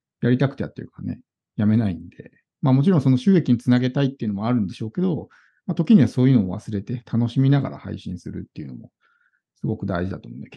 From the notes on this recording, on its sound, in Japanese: JPC９月コーヒーチャットにて収録。ZOOM収録のため音質は良くないです。